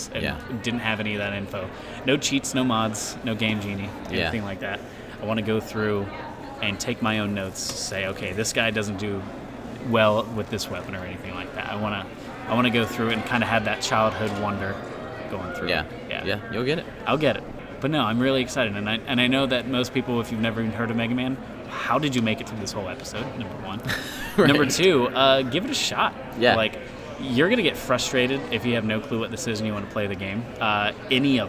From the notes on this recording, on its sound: records an episode live at MAGFest 2018's MegaMan-athon Charity event